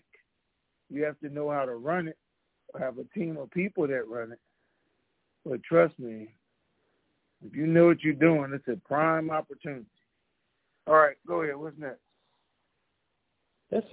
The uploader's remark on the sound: Conference Call